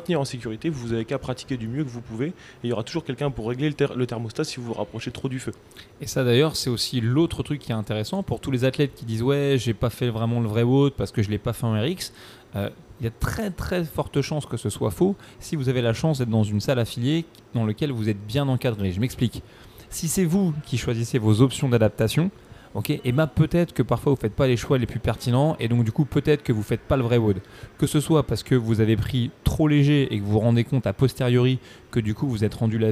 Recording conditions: busy venue